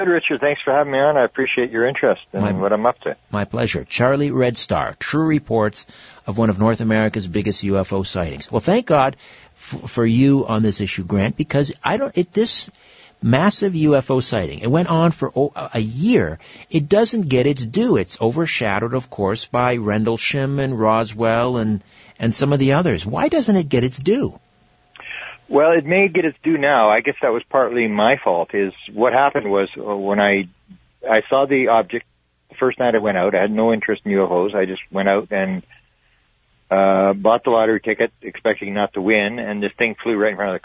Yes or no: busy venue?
no